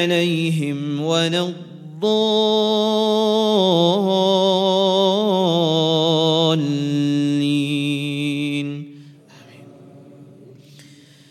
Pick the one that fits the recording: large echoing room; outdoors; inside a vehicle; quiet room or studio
large echoing room